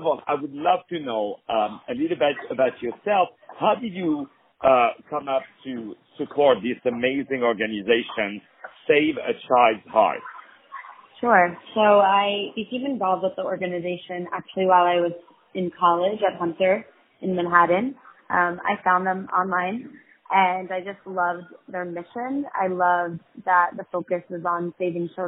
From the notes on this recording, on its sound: On the phone